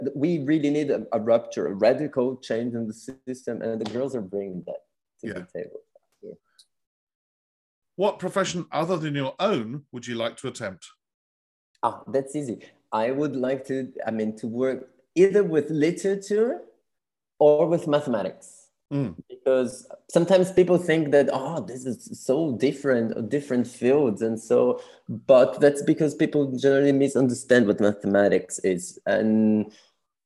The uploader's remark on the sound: This interview was recorded on 2nd June 2022 via Zoom.